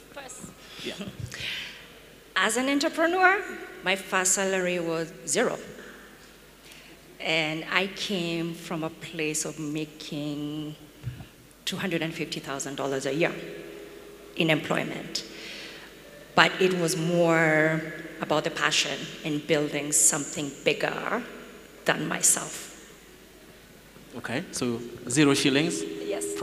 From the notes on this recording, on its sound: An exclusive live recording from the 1M Milestone FXPesa event. At SK8 City Nairobi.